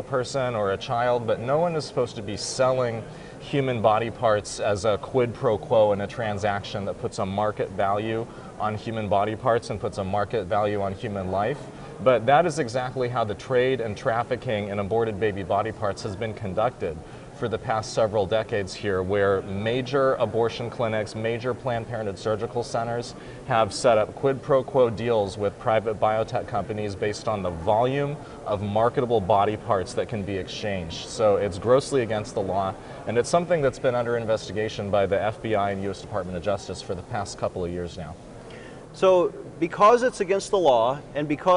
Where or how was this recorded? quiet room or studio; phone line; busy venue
busy venue